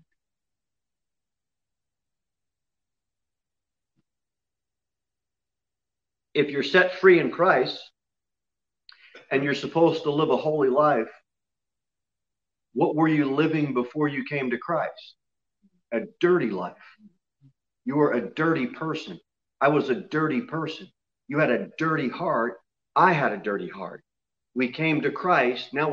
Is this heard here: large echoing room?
yes